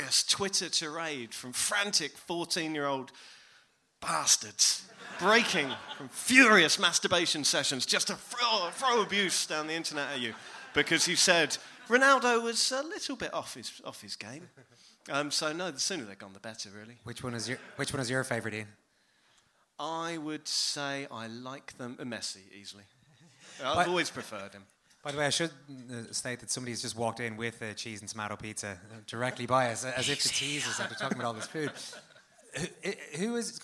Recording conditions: live audience